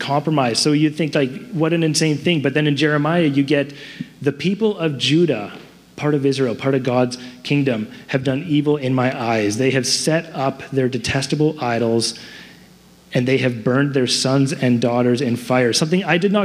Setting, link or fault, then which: setting, large echoing room